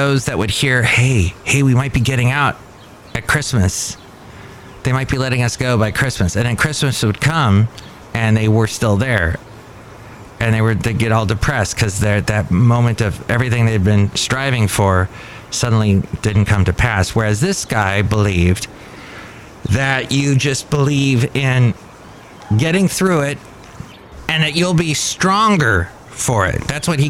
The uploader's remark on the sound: podcasts live from Café Anyway